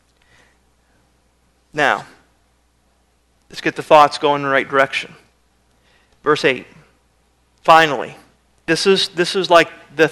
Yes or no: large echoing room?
yes